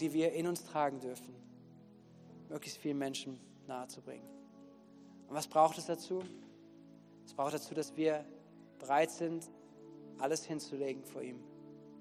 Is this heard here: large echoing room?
yes